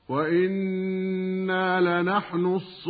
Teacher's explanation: فمد الصاد بمقدار 6 حركات مد لازم كلمي مثقل. أما مد الواو قبل النون الموقوف عليها في الكلمة فكان مدا طبيعيا قبل الوقف عليه، لكن عندما وقفنا عليه صار مدا عارضا للسكون منصوبا.